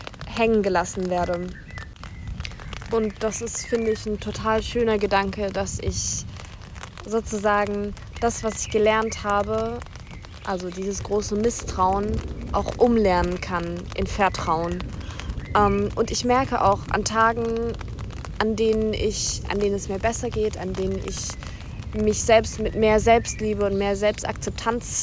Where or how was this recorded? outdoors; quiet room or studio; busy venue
outdoors